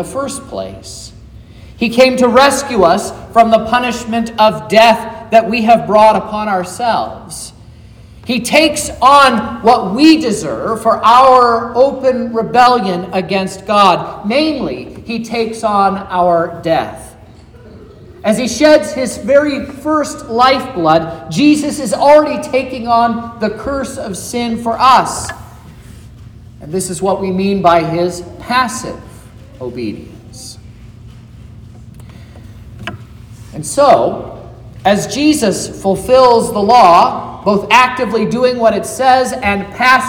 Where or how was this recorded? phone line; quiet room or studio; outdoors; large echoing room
large echoing room